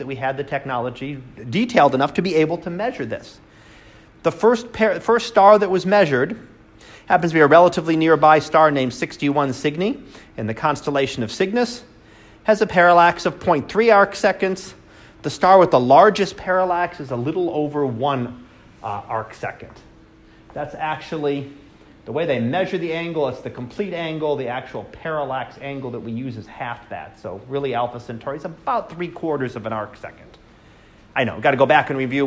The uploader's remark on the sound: Live Class Lecture